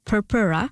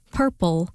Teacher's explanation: the second R sound in Latin purpura changed to an L sound in English purple due to a process called dissimilation, where nearby similar sounds differentiate over time to aid in pronunciation.